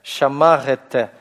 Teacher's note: значок «шива» действительно произносился как очень краткое редуцированное гласное. И, может быть, в таком случае он примерно одинаково произносился как в начале слога, так и в конце слога, закрывая его.